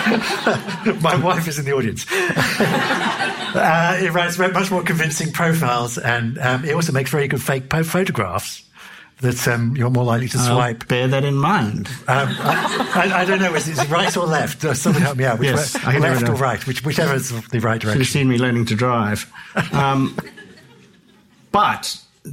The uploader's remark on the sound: This is the second episode of a five-part season which showcases recent events from the Sydney Opera House, and was recorded live in October 2023.